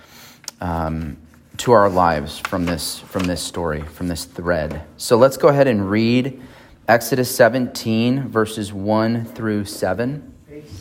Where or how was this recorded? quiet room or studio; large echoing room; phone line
large echoing room